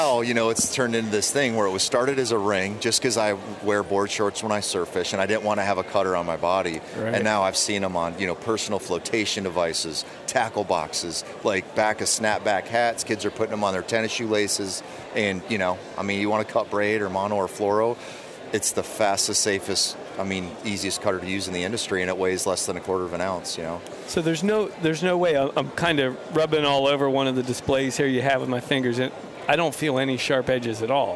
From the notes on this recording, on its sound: Live from the Great American Outdoor Show.